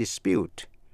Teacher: Để ý đến chữ dispute, a dispute và to dispute, D-I-S-P-U-T-E, dù là danh từ hay động từ đều viết giống nhau, phát âm giống nhau và cùng nhấn vào vần nhì